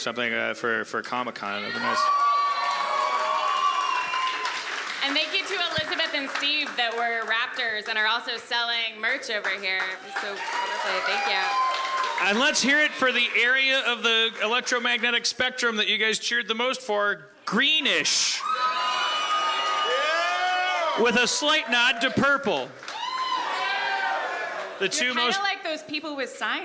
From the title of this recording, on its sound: LIVE from The Tin Roof in San Diego